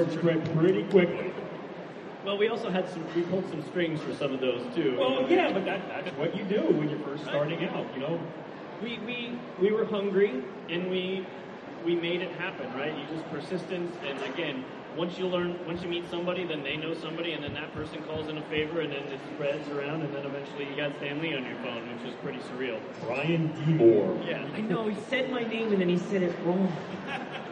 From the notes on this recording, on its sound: The CGS 10 Year Anniversary Panel at the London Super Comic Convention. Panel held at the recent London Super Comic Convention.